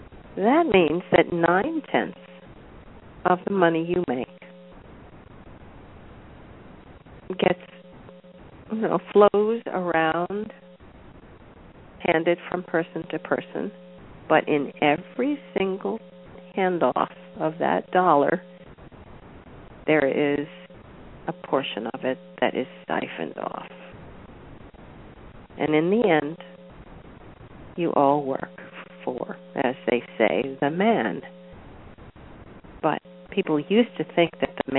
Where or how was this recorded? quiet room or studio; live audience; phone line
phone line